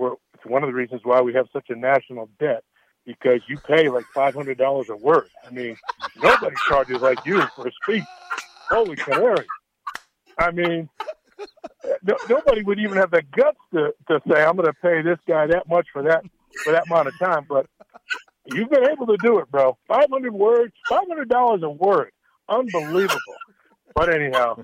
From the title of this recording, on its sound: calls into the show!